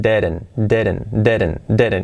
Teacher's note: La I como una E y la, la segunda D como una R suave también.